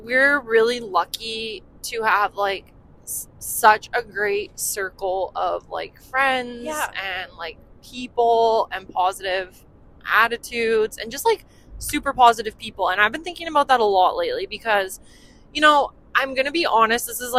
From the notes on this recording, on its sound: On a late night drive home from Claresholm, Alberta. In the truck they discuss.